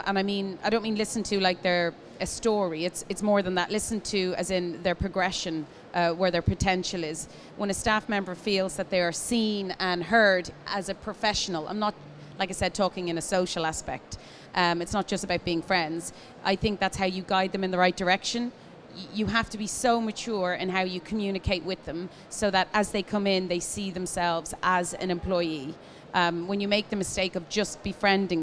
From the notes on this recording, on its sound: Live from Commercial Kitchen. Was recorded live.